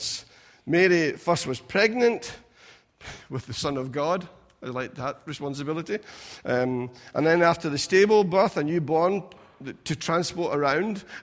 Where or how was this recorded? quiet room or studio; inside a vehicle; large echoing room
large echoing room